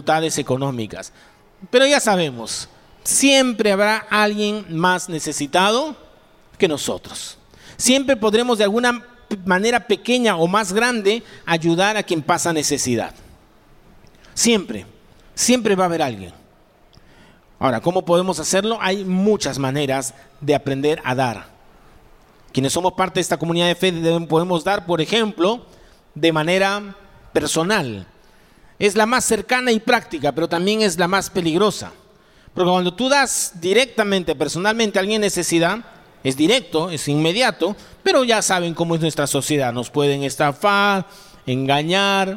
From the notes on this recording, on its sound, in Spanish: presentado en vivo el domingo 19 de febrero de 2023